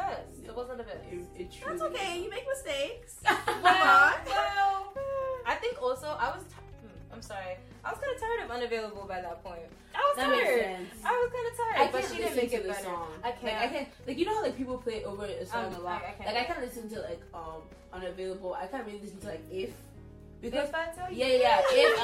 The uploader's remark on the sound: apologies for the mic glitches throughout the episode!